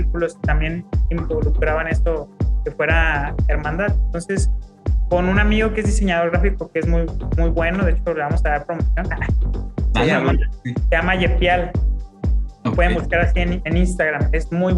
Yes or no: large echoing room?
no